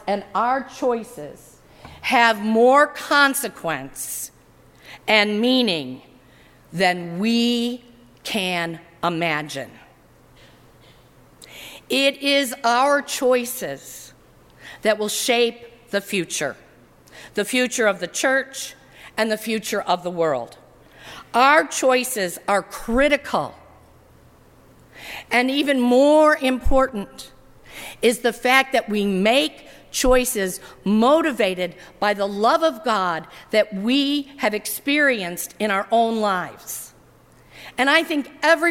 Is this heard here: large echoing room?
yes